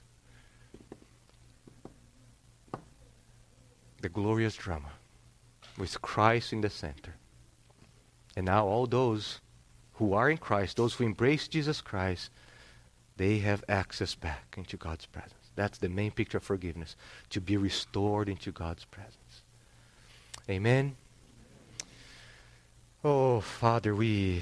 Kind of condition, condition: setting, large echoing room